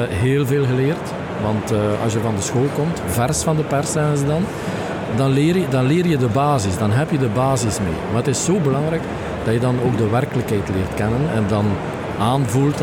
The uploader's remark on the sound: Horeca Expo Live